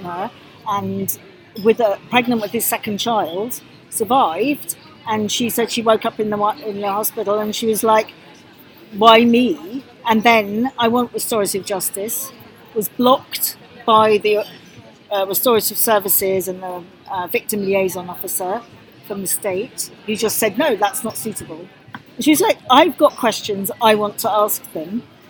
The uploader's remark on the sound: on the ground at the European Forum for Restorative Justice Conference, June 2023